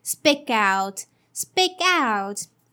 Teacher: You just have to pronounce the k sound very slightly, or you don't have to pronounce it. · Term: linking